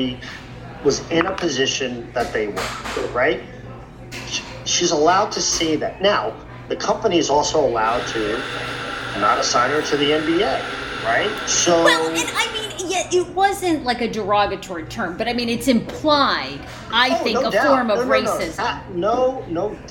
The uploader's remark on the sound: semi-live from a cafe today so enjoy the background noise!